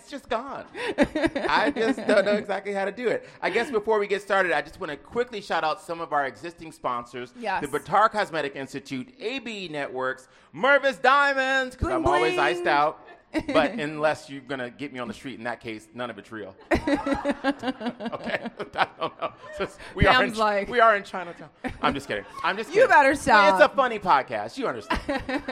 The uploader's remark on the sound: Live studio audience show. At the Capital One Cafe in Chinatown for the big event.